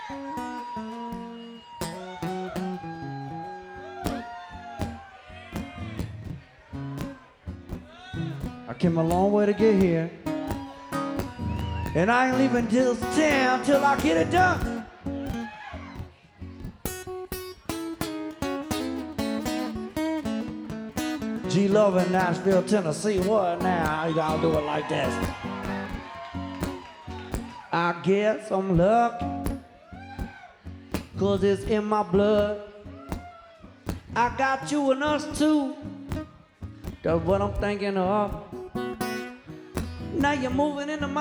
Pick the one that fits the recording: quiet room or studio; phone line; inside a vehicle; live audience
live audience